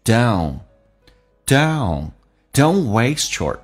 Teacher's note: 第一个 don't 的 t 不发音，这叫略音